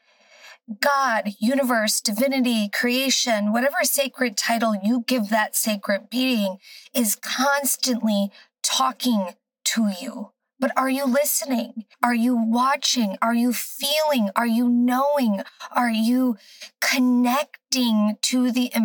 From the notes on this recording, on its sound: Join me from my car